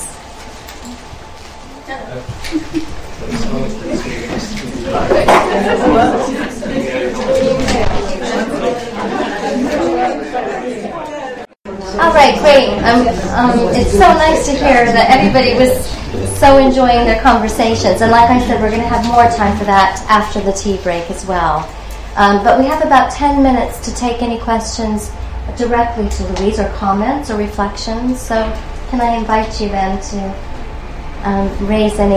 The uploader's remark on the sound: speaks at SRHE Access and Widening Participation Network